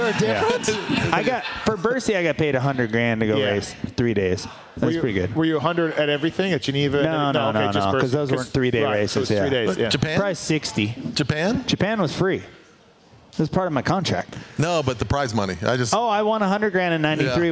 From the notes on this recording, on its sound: Pulpmx Show LIVE at the Hudl Brewery. HUDL Brewing Co in Las Vegas.